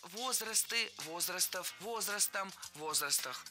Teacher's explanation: Во всех формах сохраняем ударение на первом слоге.